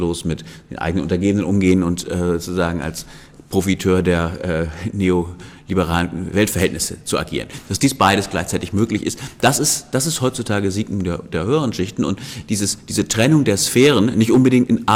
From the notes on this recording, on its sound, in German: Aufgezeichnet auf dem Festival intermedium 2. Am ZKM (Zentrum für Kunst und Medientechnologie) in Karlsruhe veranstaltet wurde.